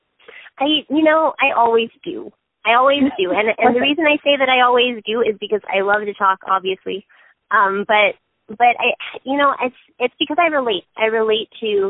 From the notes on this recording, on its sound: That happened over the phone for me this week when I was interviewing